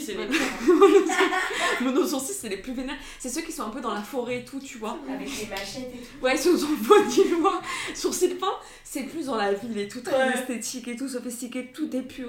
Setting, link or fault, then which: fault, poor sound quality